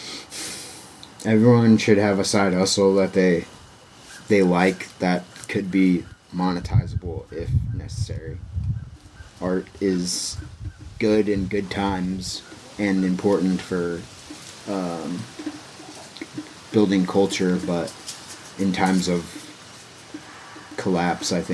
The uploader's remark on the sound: there is some wind noise in this episode